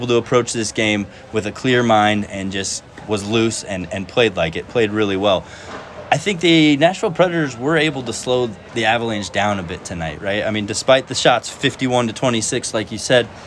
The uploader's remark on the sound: live at Ball Arena